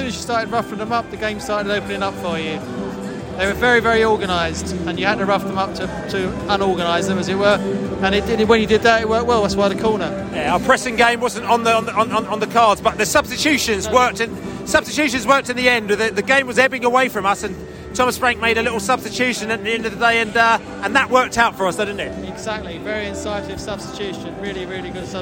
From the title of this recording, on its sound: Post-match podcast from the stands